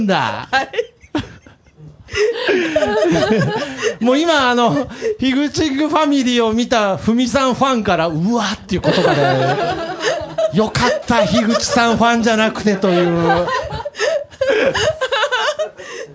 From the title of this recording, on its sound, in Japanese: 公開収録